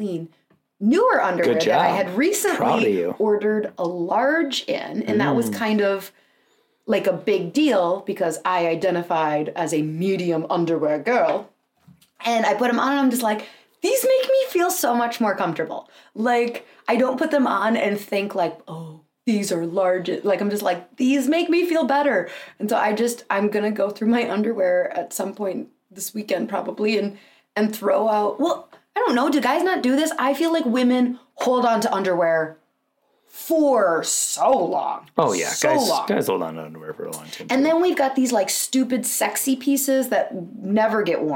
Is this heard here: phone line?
no